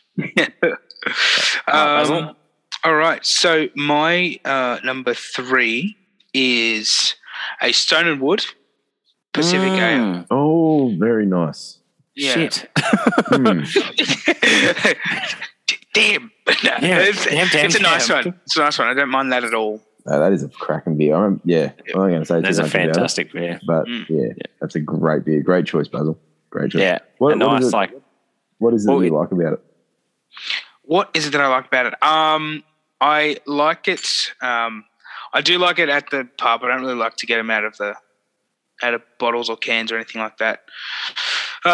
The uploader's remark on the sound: We decided to try and do this episode over Zoom.